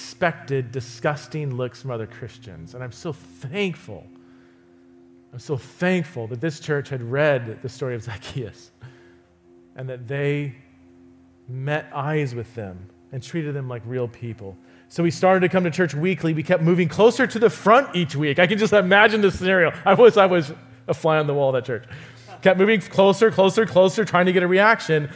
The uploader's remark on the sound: visits Resonate Church to teach